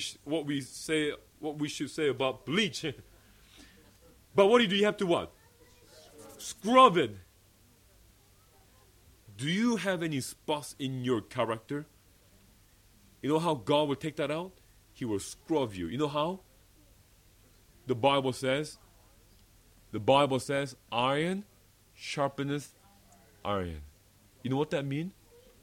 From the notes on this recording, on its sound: recorded at the Gazeley Bible Fellowship meeting, England.